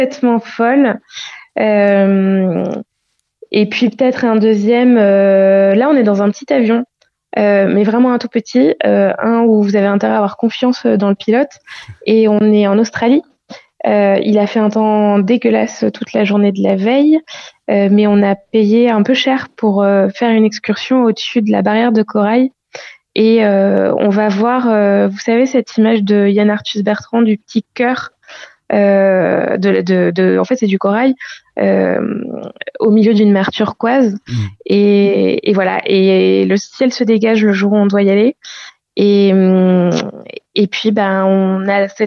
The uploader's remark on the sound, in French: Par téléphone.